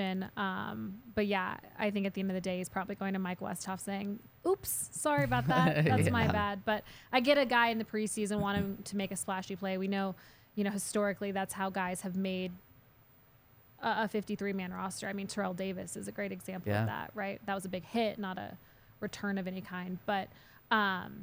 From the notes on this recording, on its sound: coming to you LIVE from the DNVR Bar